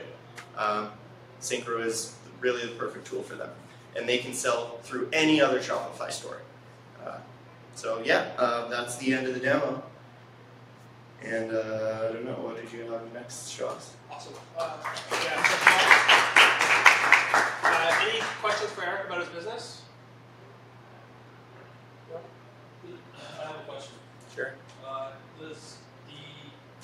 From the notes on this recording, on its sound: The conversation at the Milton Innovation Community Meetup